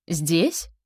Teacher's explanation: Подъем на последнем слоге